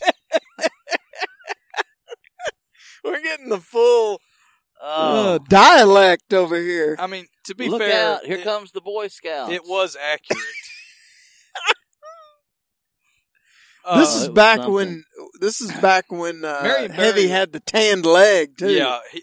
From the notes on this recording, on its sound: The crew sets up outdoors to record. The batteries of the recorder run out.